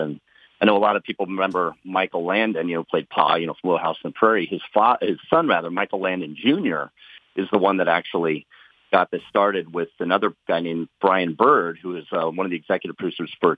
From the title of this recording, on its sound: Today's Phone Guest